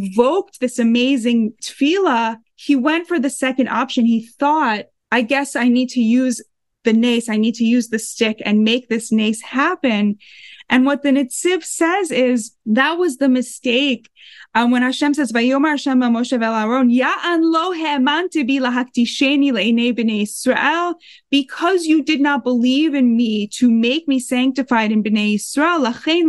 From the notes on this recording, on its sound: These sessions are held on Zoom every week.